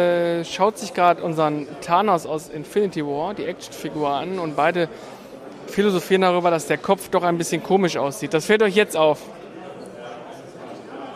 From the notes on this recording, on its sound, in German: Wir sind mit einem Stand und einem Micro bewaffnet auf der dritten Days of Retrogaming Retröbörse in der Kampfkunstakademie Herten und berichten Live in zeitlich verschiedenen Abschnitten über das was so los ist.